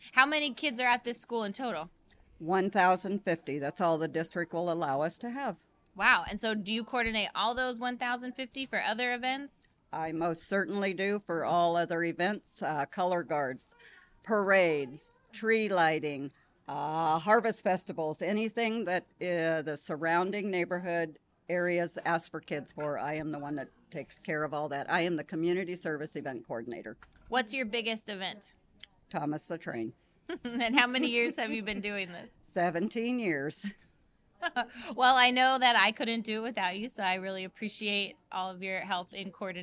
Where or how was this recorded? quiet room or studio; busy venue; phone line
busy venue